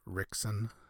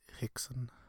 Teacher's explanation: the R in the beginning of names or words has a H sound. It's like almost like a very breathy H. · Shown in: second take